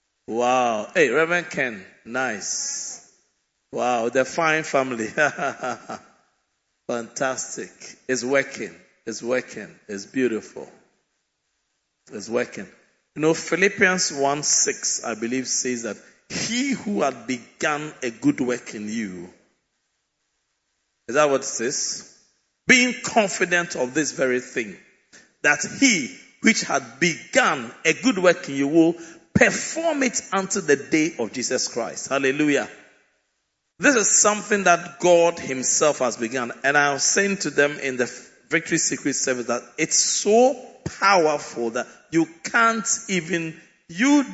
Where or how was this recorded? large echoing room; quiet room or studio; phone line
large echoing room